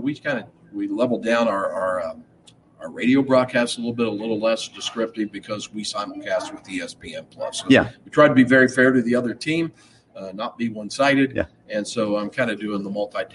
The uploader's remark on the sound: LIVE EKU Football Tailgate Show from Mad Mushroom Pizza